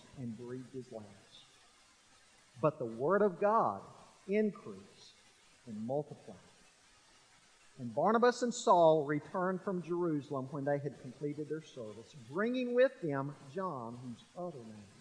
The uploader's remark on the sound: We apologize for continuing audio problems